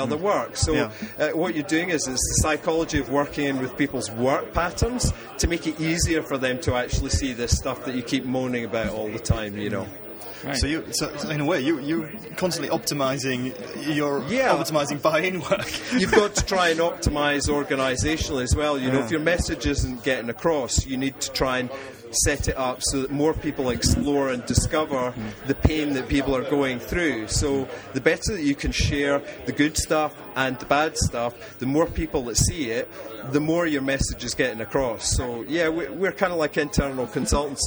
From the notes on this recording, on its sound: This episode comes “live” from Conversion Jam 2 in Stockholm Sweden. A conference about conversion optimisation.